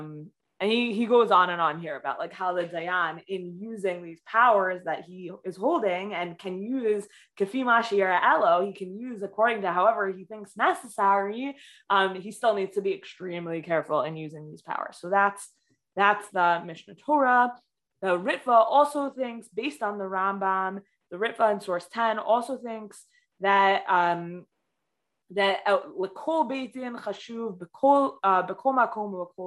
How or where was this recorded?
video call